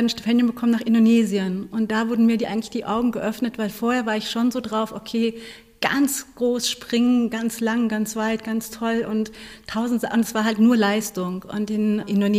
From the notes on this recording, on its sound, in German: Auf dem DIS-Tanzen Festival des Dachverbands Tanz Deutschland gesprochen.